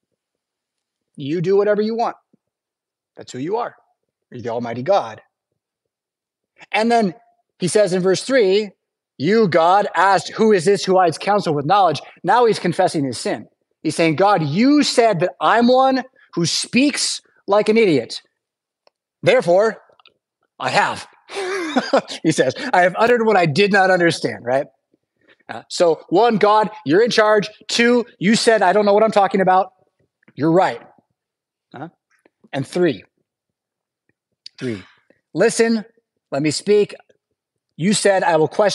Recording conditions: large echoing room